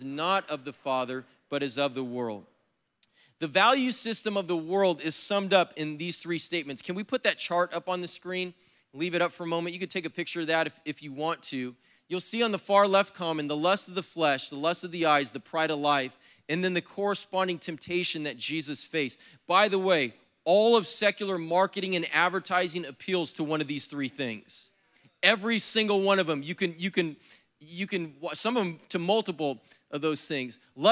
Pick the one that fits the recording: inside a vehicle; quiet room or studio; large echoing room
large echoing room